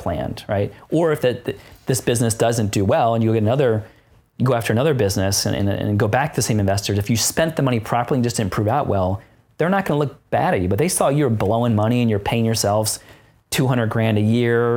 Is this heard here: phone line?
no